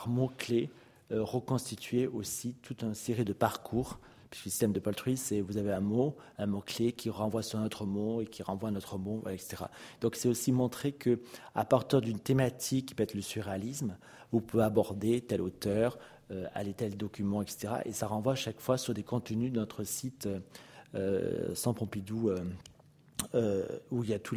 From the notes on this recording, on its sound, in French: enregistrée le 05 février 2015 à l’occasion du colloque « Le conservateur du patrimoine : acteur de l’Education artistique et culturelle »